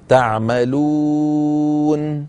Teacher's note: لما أنطق حرف المد مثلا في تعملون، اسمعوني، سأمد أربع حركات، تعملون، هذا المد أربع حركات